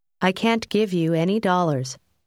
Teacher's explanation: quand on utilise « can't » avec d'autres mots, la prononciation du « t » final n'est pas forte